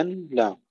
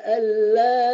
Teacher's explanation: أن ثم أدغمت النون في اللام · Shown in: second take